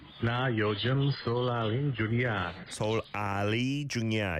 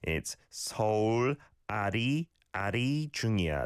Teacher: the Lil is much lighter, I'd say, than an L. · Shown in: second take